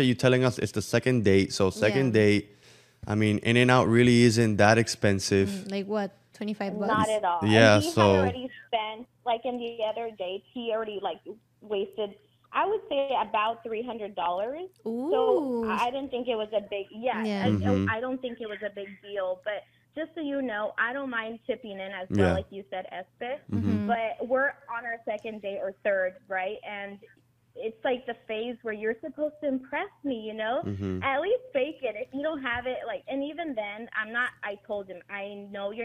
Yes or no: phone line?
yes